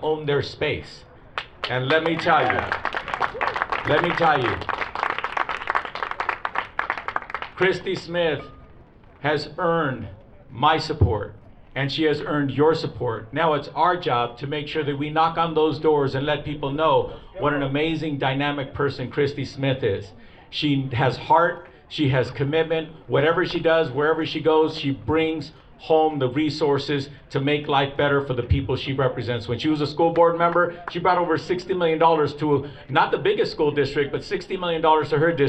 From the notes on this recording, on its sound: take you live from the field at last weekend’s canvass and rally